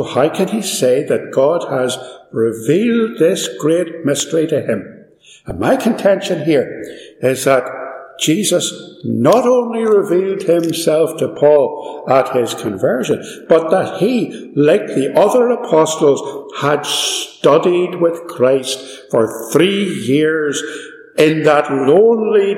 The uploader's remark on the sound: This sermon was recorded live at Ballymacashon - there is some echo and background noise.